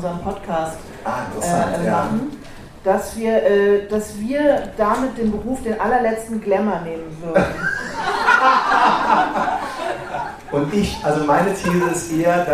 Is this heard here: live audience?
yes